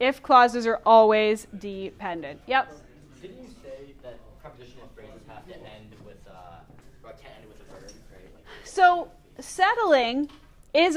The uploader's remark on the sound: Recorded in class on 10/30/2019